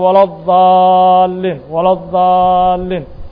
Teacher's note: carabkii uu wuxuu ku dhejiyey ilkihiisan hore salkoodu